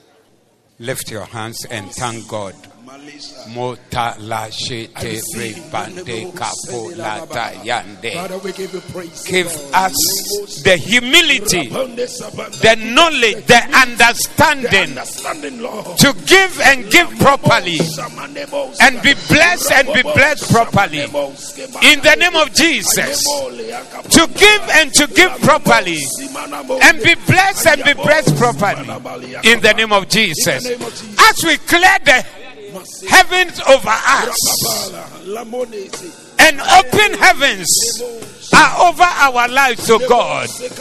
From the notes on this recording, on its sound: Preached at the Zeloo Service